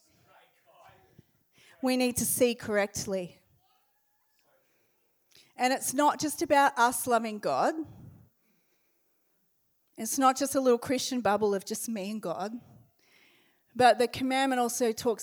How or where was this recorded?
large echoing room